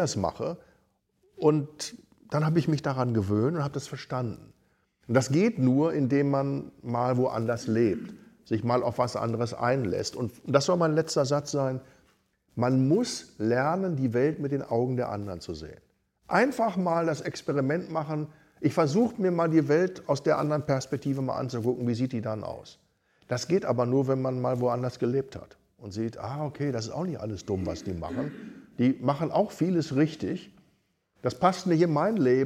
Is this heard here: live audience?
yes